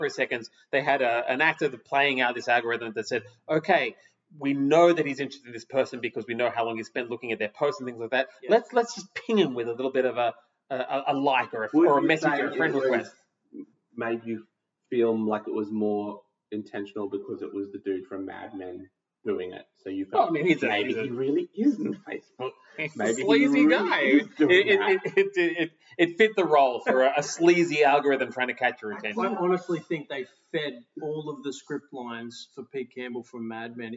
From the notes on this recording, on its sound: Fuck Up Their Audio (Sorry - we'll get it right next week we promise!).